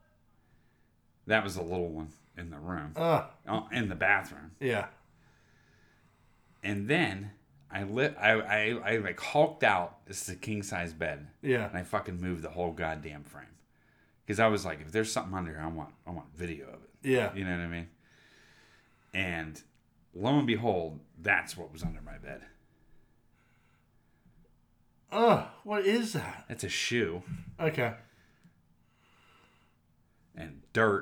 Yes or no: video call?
no